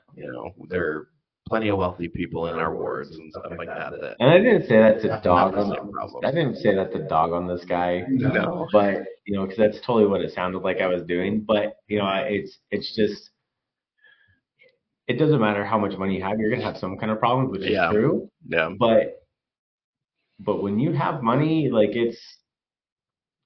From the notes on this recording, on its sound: Sorry for the audio on this episode! We were trying out some new equipment and thought we had it right, but I forgot to adjust a setting!